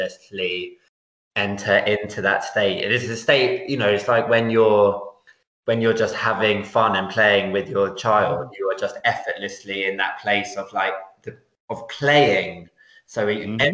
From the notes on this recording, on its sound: skype calls on this channel